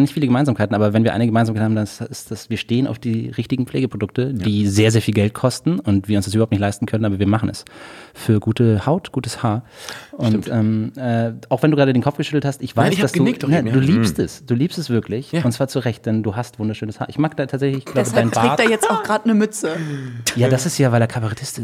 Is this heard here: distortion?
no